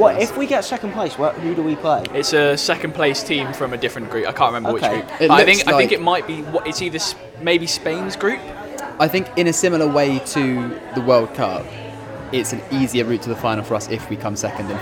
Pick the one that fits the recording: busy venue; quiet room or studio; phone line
busy venue